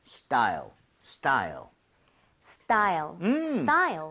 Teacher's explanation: T 사운드를 너무 세게 내려고 하지 말고, 걔를 된소리 좀 비슷하게 내주면 좋아요. 쌍디귿으로.